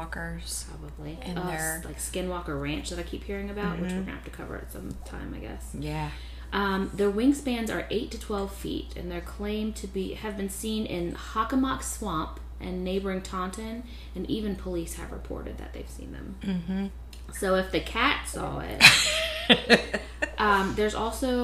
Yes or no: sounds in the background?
yes